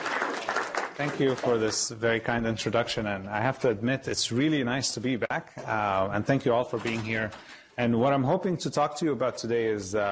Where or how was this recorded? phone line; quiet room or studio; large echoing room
large echoing room